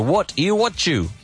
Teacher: So, T plus U equals chu.